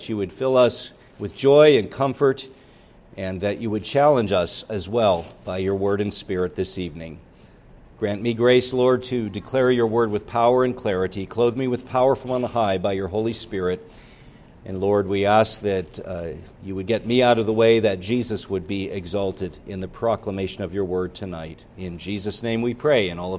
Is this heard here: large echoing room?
yes